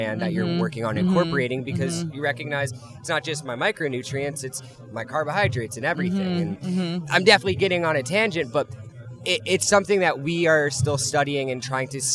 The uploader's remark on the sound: Live from the show floor of Concentration 2019 in Pala California.